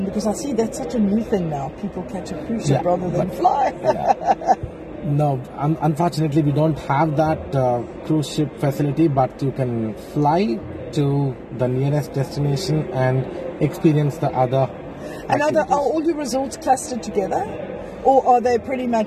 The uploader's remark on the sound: at the World Travel Market Africa, in Cape Town early in April 2023